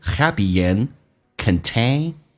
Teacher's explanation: happy 跟 and 可以有个连音，元音跟元音之间连音